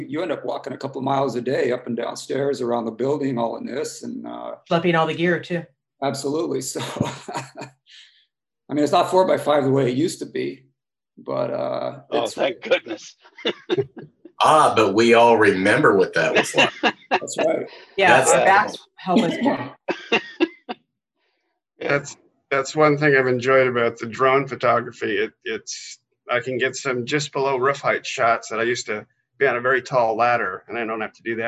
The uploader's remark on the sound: The Association of Independent Architectural Photographers' inaugural Zoom meeting